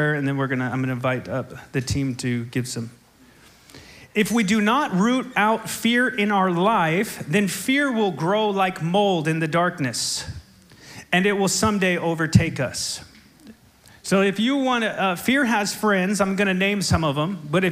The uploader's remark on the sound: SOZO Church, Belfair Washington